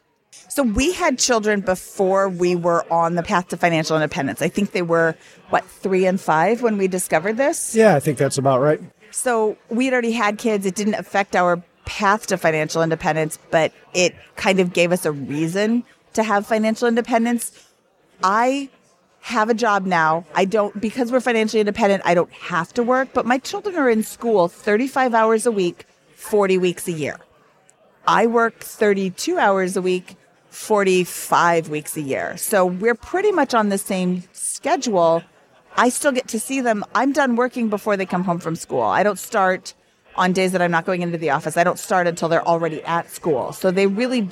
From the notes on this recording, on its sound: We had a blast recording live at FinCon.